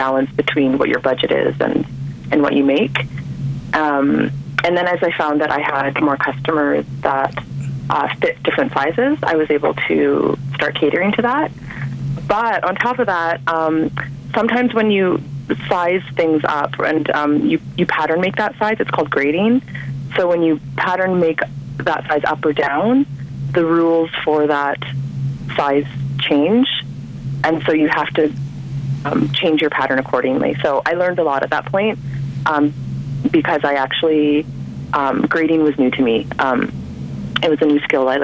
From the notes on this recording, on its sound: on the phone for the February edition of Bike Bits